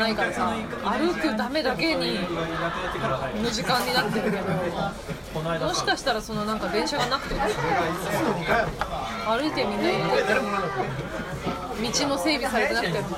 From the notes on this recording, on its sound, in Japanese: 録音のあとは腹が減って、大抵ごはんを食べる。よりカオスで、ノイズを含む録音だけど、それだけに没入感がある（のぞき聞き）音声にはなっていると思う。隣のお客さんは30代から40代くらいと思しき男性6人のグループだった。このグループと会話らしい会話はしてない、でもなんとなく応答をしてる雰囲気がある。